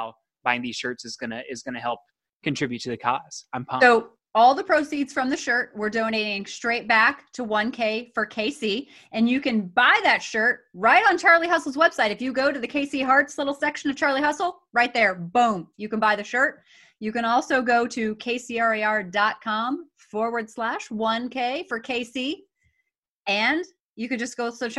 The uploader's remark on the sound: on Zoom